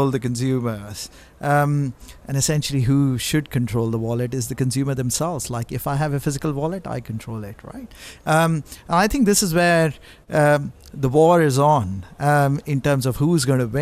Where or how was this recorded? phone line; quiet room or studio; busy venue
busy venue